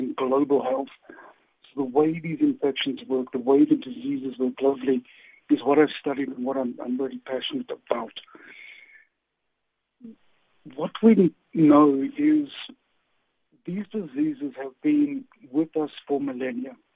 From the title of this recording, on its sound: Guest on the line